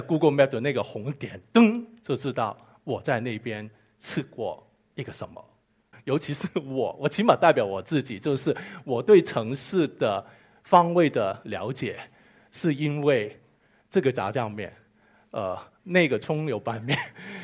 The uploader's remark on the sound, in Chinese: 一席现场